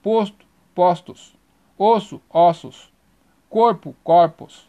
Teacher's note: trazem como marca de plural a passagem do O fechado, O, para o aberto, O. Na pronúncia, exemplo, posto, postos, osso, ossos, Corpo, corpos.